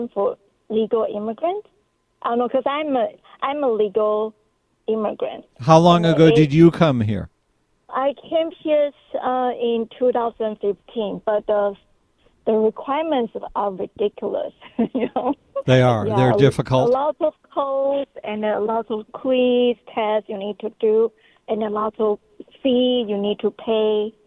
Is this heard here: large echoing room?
no